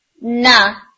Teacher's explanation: tip of tongue गम से अलग हो रही है · Term: तबाउद